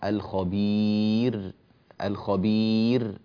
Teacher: أيضا أنبهك إلى الوقف على كلمة الخبير، رقق الراء، الخبير الخبير، رققها تماما.